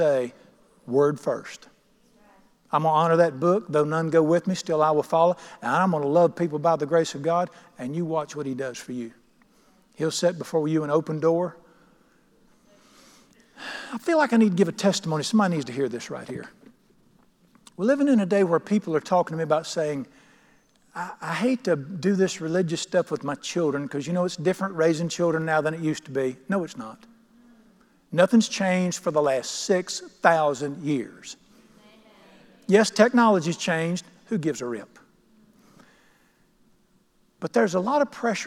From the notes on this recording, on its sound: at The Lamb's Chapel, Burlington, NC.